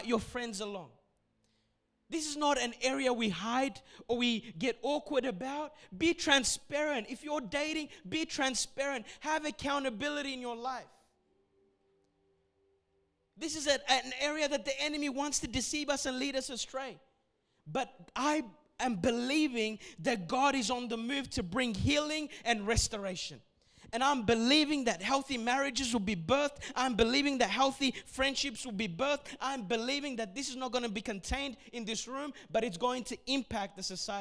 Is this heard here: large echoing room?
yes